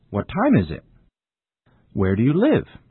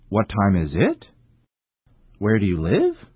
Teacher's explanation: WH questions have a falling tone. · Shown in: first take